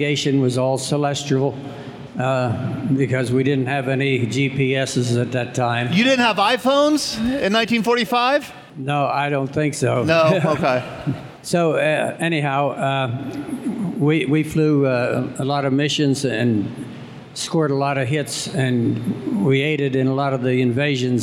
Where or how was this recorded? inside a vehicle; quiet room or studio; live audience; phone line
live audience